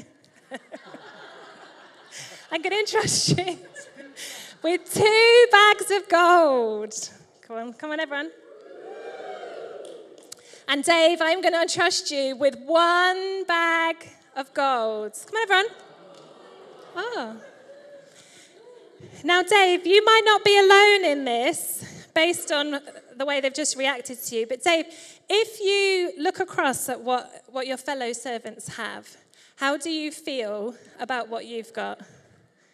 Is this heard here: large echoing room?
yes